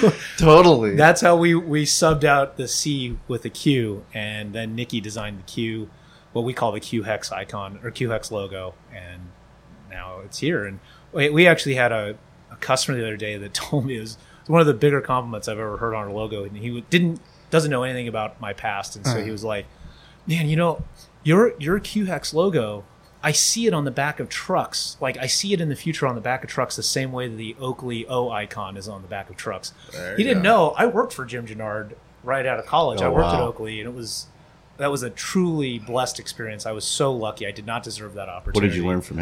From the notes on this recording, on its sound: San Diego, CA. Podcast recorded live above the butcher shop at Valley Farm Market in Spring Valley, California.